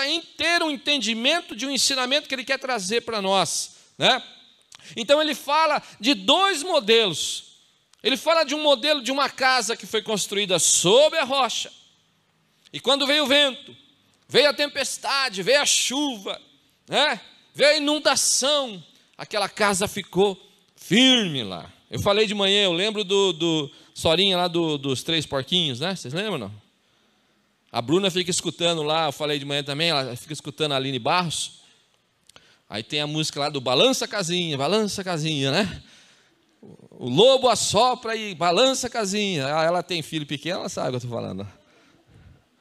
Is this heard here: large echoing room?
yes